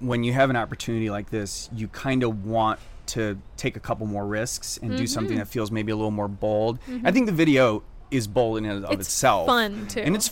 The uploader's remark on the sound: We are live, on-location at the TCL Chinese Theatre for the 19th annual Oscar Qualifying HollyShorts Film Festival , as the official podcast partner. Entirely shot on an iPhone with no crew.